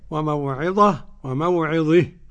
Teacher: وموعظة فضيلة الشيخ، هل لو وقفناها للإمام الكسائي بها إمالة أيضا؟ فيها الإمالة وعدمها وجهان، وموعظة وموعظه.